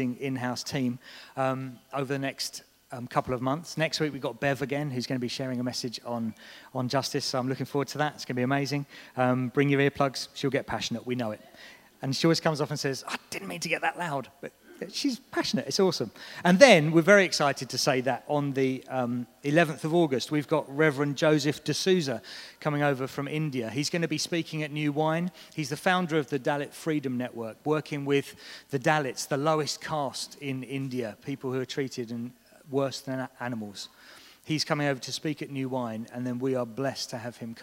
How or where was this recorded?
large echoing room